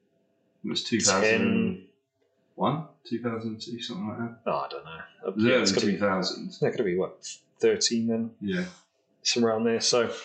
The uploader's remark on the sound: Apologies for the audio issues this week. We had an issue with the sound card.